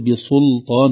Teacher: تصبح السين قريبة من الصاد واللام قريبة من اللام المغلظة